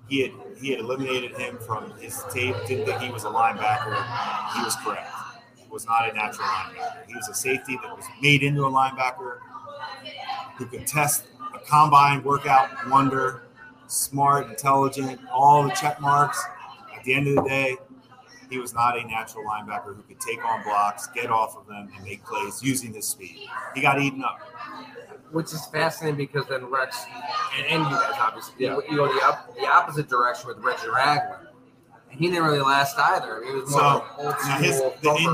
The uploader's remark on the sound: We engage in a hearty debate live at Fattey Beer's Orchard Park location.